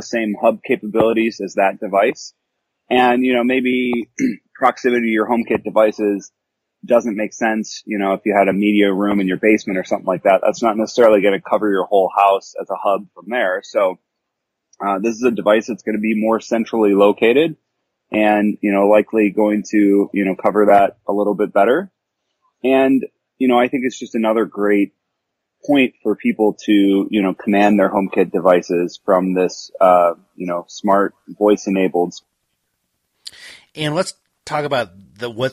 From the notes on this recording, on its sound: I caught up by phone. From WWDC.